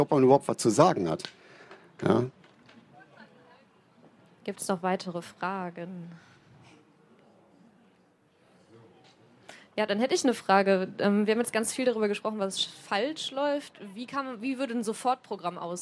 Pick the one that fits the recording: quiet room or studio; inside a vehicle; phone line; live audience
live audience